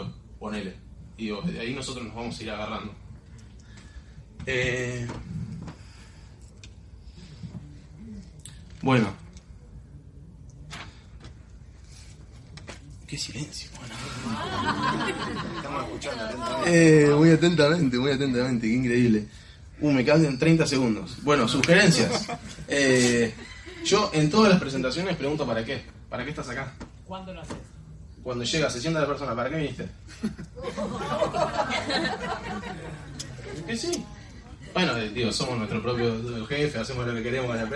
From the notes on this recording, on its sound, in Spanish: Audio extraído de reunión de equipo Mega Red, Bs As.